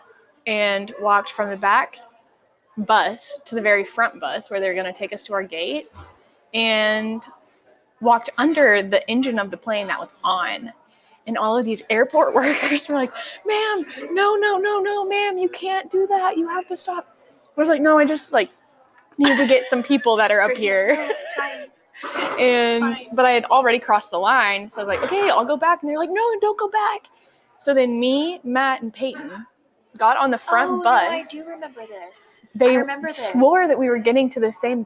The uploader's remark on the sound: Chose to do it in a popular coffee shop! Audio is a little wack, but that is why it is a guinea pig episode.